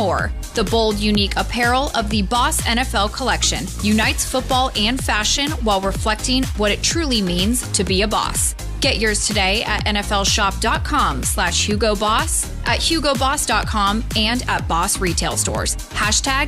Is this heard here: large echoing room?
no